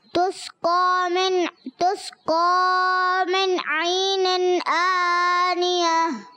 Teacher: تسقى قاف موٹا رکھیں